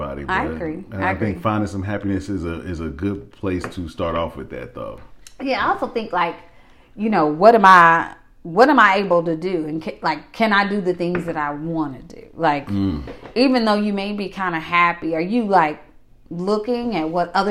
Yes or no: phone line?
no